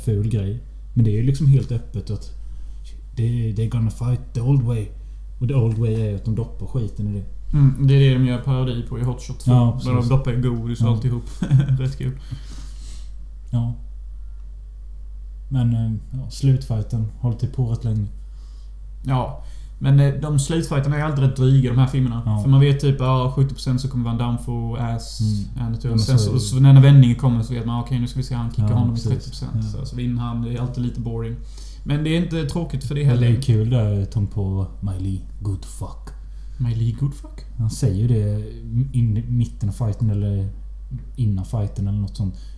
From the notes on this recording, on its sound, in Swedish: Något skumt med ljudet denna gång, åtgärdat till nästa vecka.